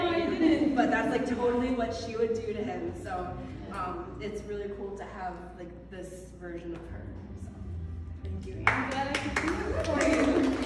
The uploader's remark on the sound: Here is video from the launch party. Including the first public reading and a Q&A.